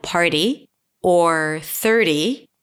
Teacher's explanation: when the flap T appeared after an R